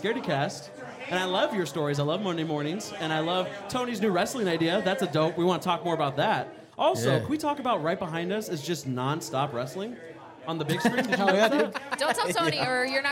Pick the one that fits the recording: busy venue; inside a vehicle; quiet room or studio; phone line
busy venue